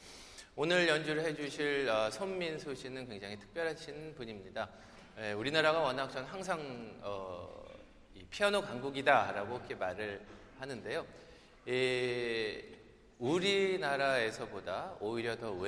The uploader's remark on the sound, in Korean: 토요콘서트 실황